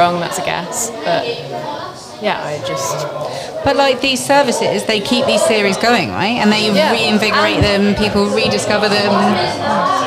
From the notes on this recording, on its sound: Special episode recorded during SJLHS whole school open evening.